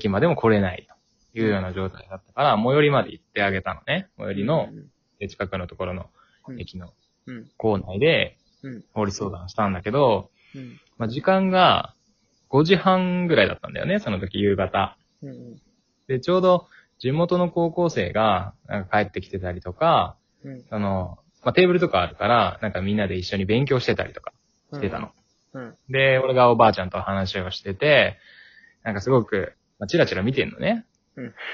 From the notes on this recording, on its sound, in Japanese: リモート収録。笑い声あり。